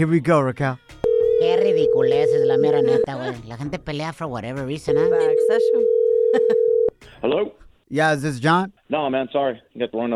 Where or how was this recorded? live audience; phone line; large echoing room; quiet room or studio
phone line